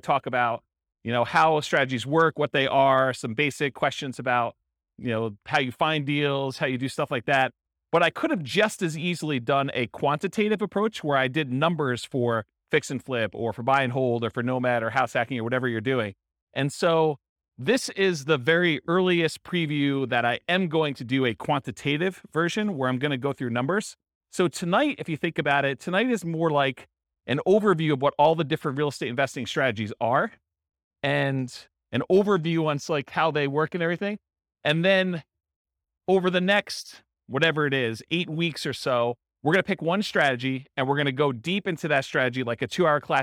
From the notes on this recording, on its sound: This was a live class recorded